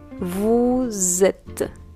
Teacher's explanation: en francés, cuando tenemos una S y después una vocal, vamos a hacer una cosa que se llama en francés liaison. Entonces vamos a pronunciar la S como si fuera una Z, una Z. Entonces vamos a decir vous êtes.